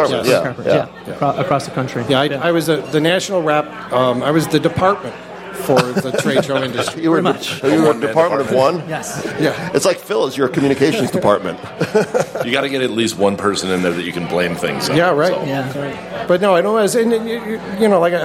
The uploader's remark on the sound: The Workers’ Mic live at Café Bionda. The first live show from Café Bionda in the South Loop in Chicago!